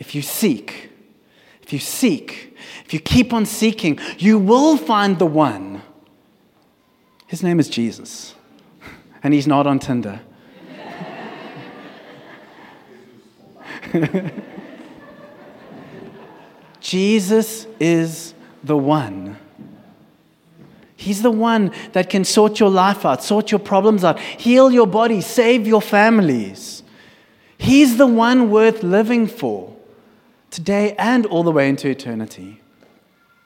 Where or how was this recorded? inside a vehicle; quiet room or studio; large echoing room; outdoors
large echoing room